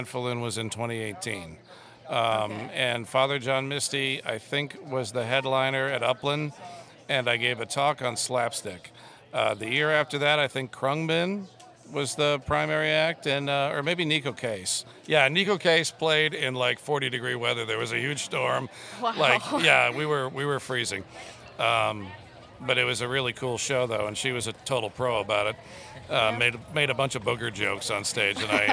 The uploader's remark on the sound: This year, Youth Radio took to the streets to ask attendees of the 2023 Granfalloon Festival. Along the way, they interviewed both people on the street, local artists and musicians and some participants in the festival itself. The extended edit of the episode that first aired on WFHB.